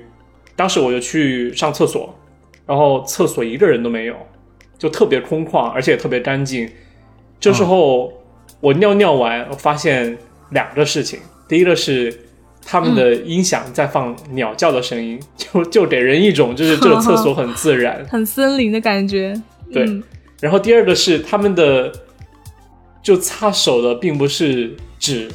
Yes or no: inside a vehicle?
no